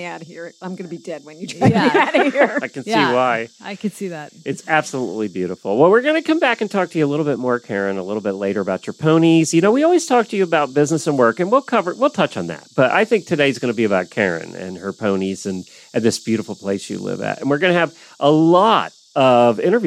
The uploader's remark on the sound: Record this episode in a gazebo.